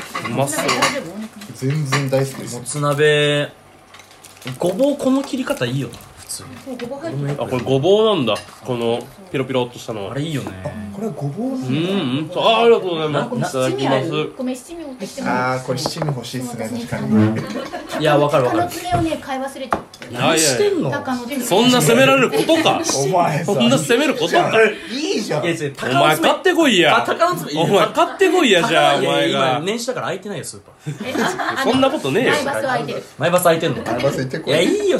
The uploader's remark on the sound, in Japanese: 正月の集まりに混ざって収録しよう